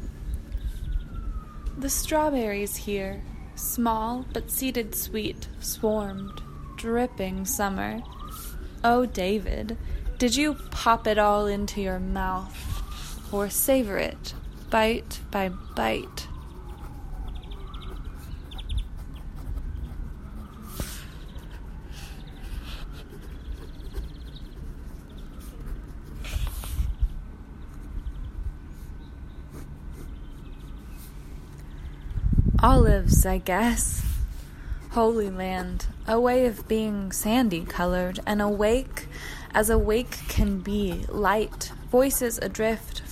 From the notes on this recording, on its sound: A collection of sounds and poems (written by me) from my trip to Israel and Palestine March of 2018. The recording begins with one of our tour guides singing in a cistern at Masada, moves to the refugee camp in Bethlehem, and from there consists of a combination of sounds from Yad Vashem, Jerusalem, Hebron, Mahane Yehuda Market, and several other locations throughout Israel and Palestine.